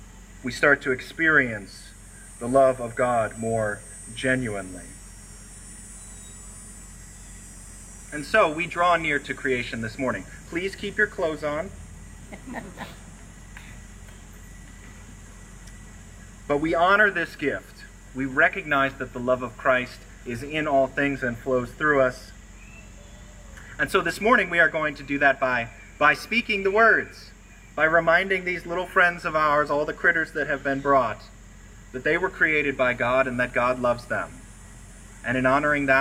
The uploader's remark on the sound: Recorded on Sunday, August 28, at a special outdoor service with a "Blessing of the Animals."